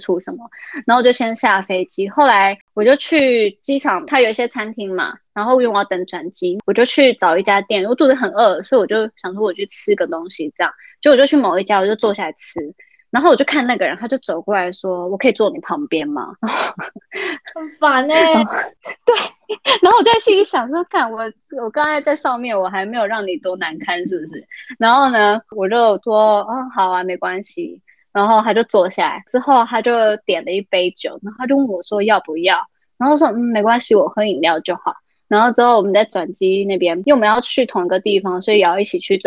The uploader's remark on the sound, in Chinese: 因為她在美國 所以一樣是用遠距離的錄音。錄音品質沒有到很好 而且網路問題也有稍微小卡。